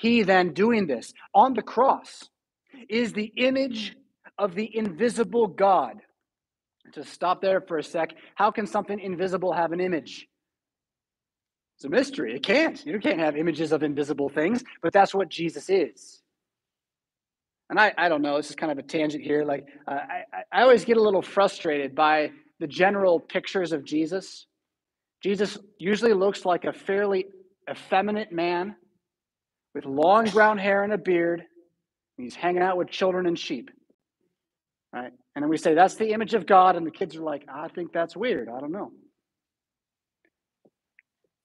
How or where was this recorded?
large echoing room